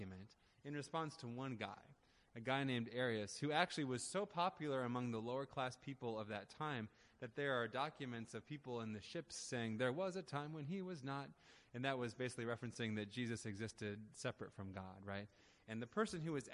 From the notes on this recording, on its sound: Audio recording of the sermon in Ellis Hall